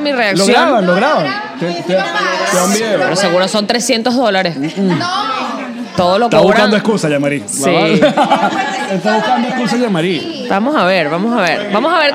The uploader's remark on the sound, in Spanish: Hoy nuestro podcast alcohólico de confianza nos trae un programa grabado desde Tartarini Restaurant en Orlando, FL. Nuestros PatreoncitosPlus nos acompañaron en este episodio.